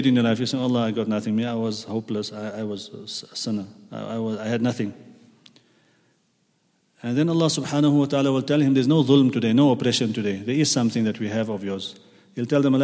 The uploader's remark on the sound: at the Houghton Masjid (West Street)